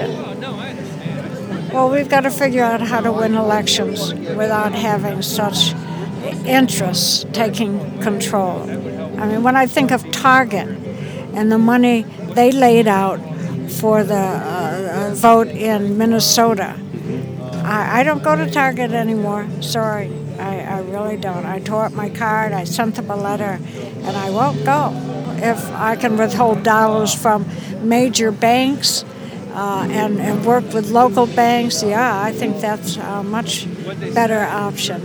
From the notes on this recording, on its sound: Live from Occupy Wall St. Zuccotti Park.